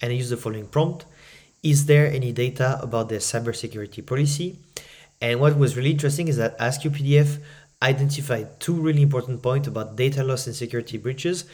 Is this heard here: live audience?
no